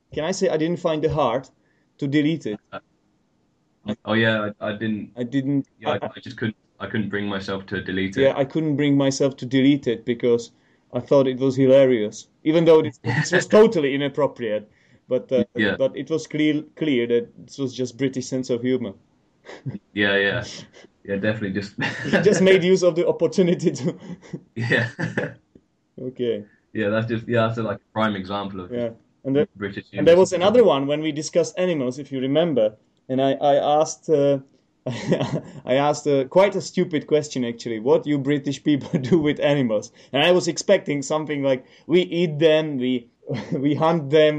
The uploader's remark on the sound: For this jubilee episode I decided to skypecall my mate